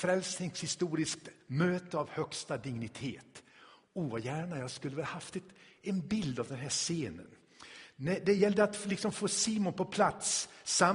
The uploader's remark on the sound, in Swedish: Inspelad i Tabernaklet i Göteborg